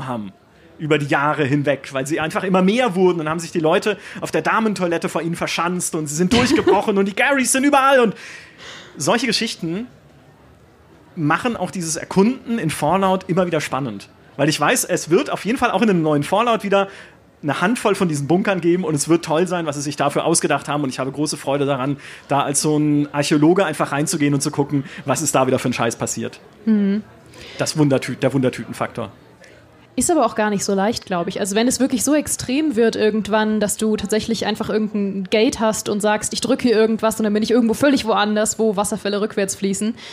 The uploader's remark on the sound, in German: Live-Podcast vom Münchner Geek-Festival.